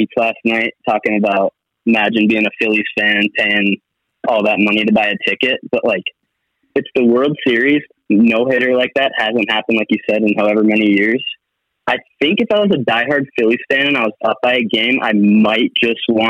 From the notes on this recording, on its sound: The second half is a couple callers from the audience